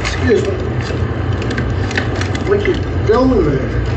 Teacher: He'll say, excuse me, in this breathy, strange voice.